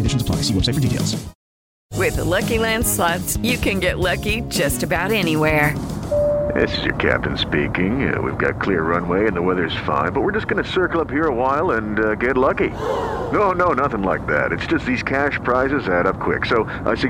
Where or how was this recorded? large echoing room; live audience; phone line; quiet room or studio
phone line